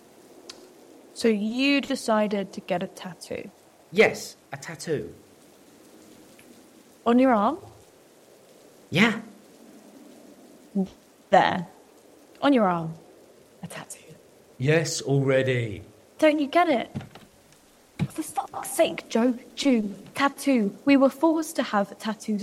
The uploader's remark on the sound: Yom Kippur night. There is a storm outside. By the light of a memorial candle.